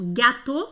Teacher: para indicar que o A é, é bem aberto, né?